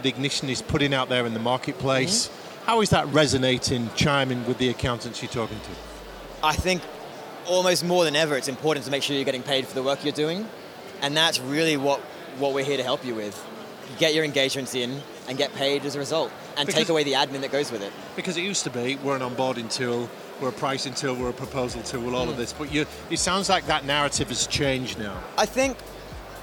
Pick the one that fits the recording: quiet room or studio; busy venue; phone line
busy venue